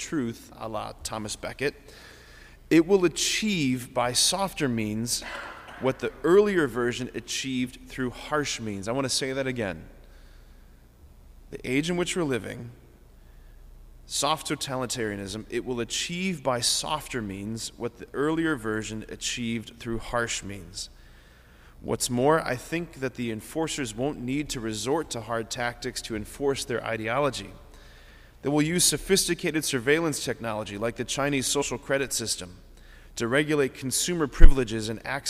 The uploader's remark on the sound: this homily on December 29, 2023 at Sacred Heart of Jesus Catholic Church in Wadsworth, OH.